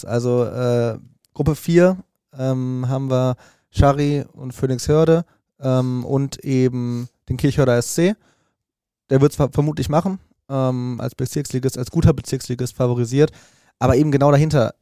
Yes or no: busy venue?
no